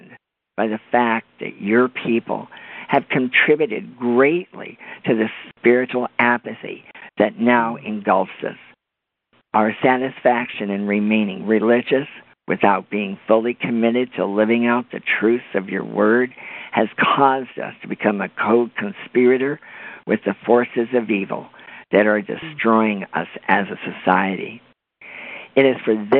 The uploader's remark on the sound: This was a Conference Call on the National Day of Prayer to pray for America and our families.